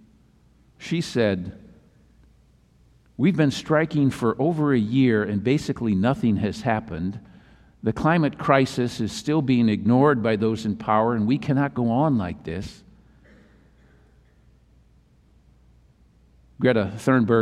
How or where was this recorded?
large echoing room